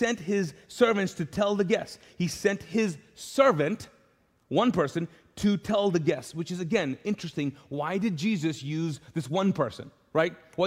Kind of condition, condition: setting, large echoing room